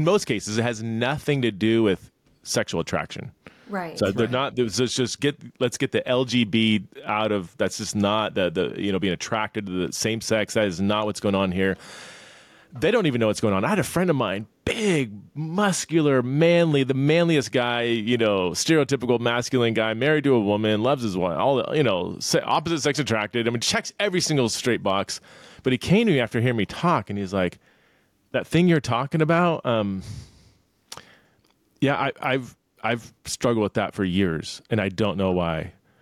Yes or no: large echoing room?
no